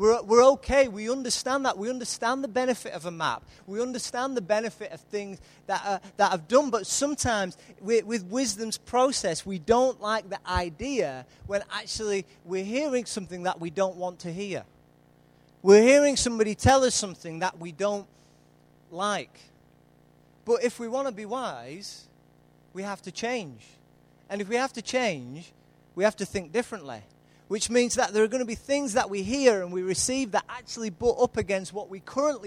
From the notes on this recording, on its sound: Recorded live at Life Church Lancashire on Sunday 20th July 2014.